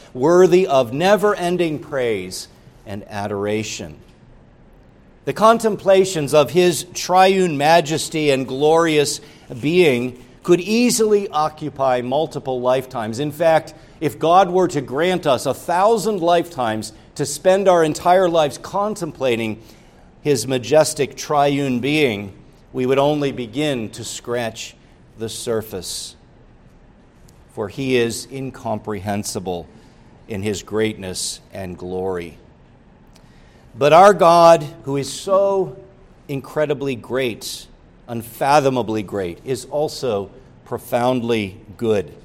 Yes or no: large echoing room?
yes